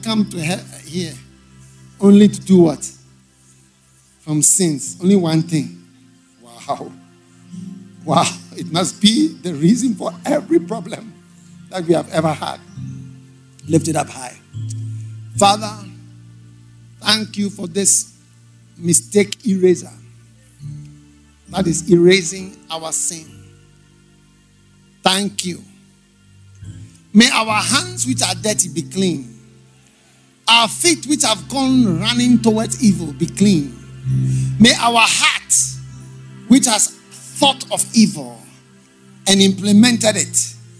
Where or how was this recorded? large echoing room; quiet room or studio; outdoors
large echoing room